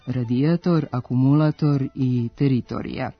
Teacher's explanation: Pravilo glasi da silazni akcenti, kratkosilazni i dugosilazni, mogu stajati samo na prvom slogu reči. Zato je akcenat u književnom jeziku u nekim od ovih primera pomeren za jedan slog ka početku reči, a na njegovom starom mestu ostala je postakcenatska dužina. Dakle, pravilno je reći samo radijator, akumulator i teritorija.